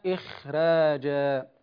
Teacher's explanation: وكذلك الخاء نرقق معها كما في تلاوة اليوم إخراجا، وإن كانت الخاء من حروف الاستعلاء، لكن الخاء لما كانت متصفة بالهمس والانفتاح ضعفت فرققت الراء معها